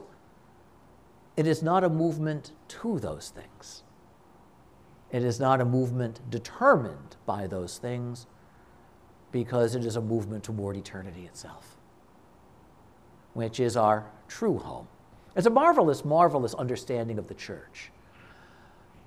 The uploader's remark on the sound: This conference was given at a Shrine.